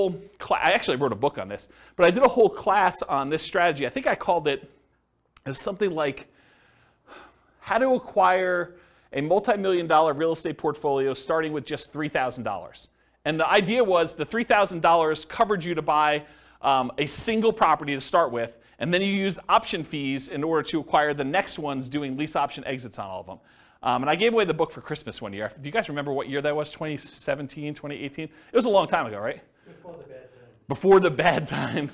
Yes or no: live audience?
yes